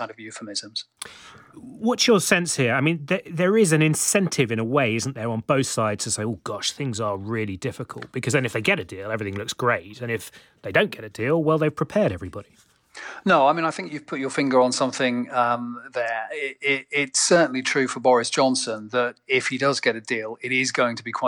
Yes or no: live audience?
no